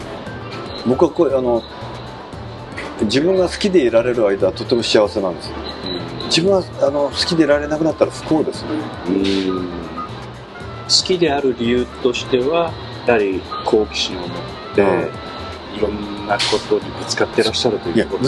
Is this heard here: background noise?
yes